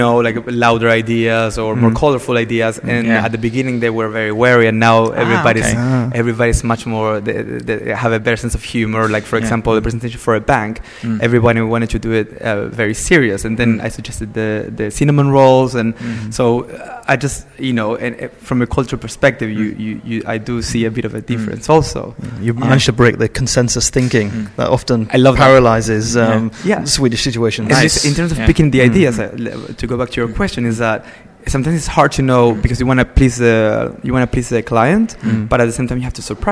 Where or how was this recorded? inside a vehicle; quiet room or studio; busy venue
busy venue